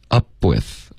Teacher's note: 那你的嘴唇合上，up 导致一个停顿，up 接着发窝呢，会有一点爆破